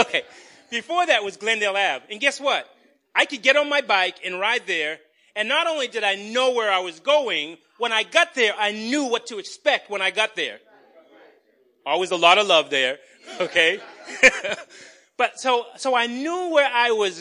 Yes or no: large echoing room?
yes